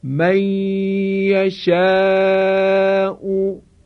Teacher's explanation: غنه نون به حرف مشدد منتقل میشه و مقداری از صدا از فضای بینی شنیده میشه · Term: ادغام با غنه